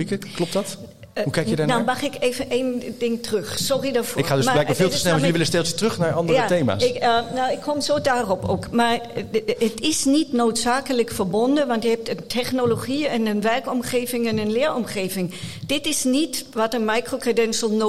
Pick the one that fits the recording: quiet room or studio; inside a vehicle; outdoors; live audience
live audience